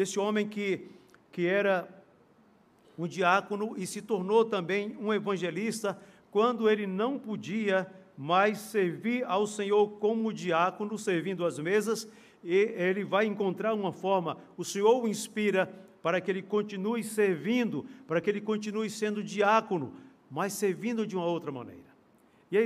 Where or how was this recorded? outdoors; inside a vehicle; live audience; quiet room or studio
live audience